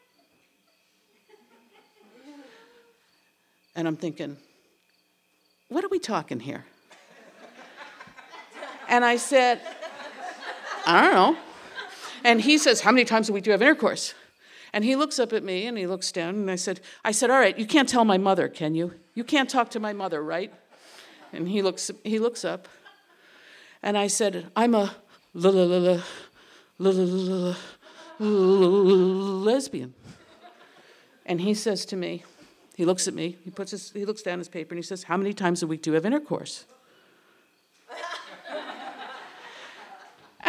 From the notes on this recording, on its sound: Recorded in front on a live audience on August 31st, 2016 at Payomet Center for the Performing Arts in Truro, Cape Cod.